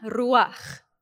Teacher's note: Okay, so it's the R, kind of like the R, like Spanish or European. And then ch, the last sound is kind of a guttural ch. It's like if you're spitting.